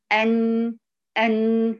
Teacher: لاحظت أن طرف اللسان، طرف اللسان المستدق ده، طرف اللسان التصق بأصول الثنايا العليا